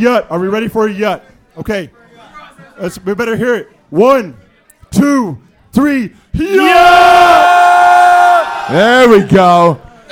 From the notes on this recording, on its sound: Live From Las Vegas! At a biker bar in Las Vegas.